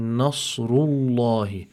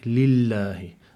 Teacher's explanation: the lam in lafzul jalala, because the letter that preceded it had a dhamma on it, that means we must apply emphasis, tafkhim, to this lam · Shown in: first take · So we say, Nasrullahi.